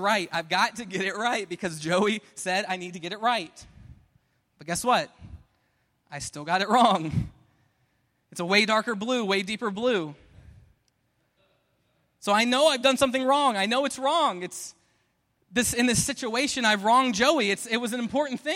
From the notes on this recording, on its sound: Preached at Restoration Road Church.